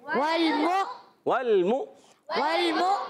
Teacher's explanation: کو لام سے ملانا ہے لام کو نہیں ہلائیں گے مگر میم کو حمزہ سے ملائیں گے اور حمزہ کو جھٹکا دے کے ادا کریں گے · واؤ کو لام سے ملانا ہے لام کو نہیں ہلائیں گے مگر میم کو حمزہ سے ملائیں گے اور حمزہ کو جھٹکا